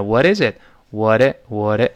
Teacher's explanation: 这个浊化是舌尖，在上颚就上牙膛是轻轻一扫，先轻轻点水一弹射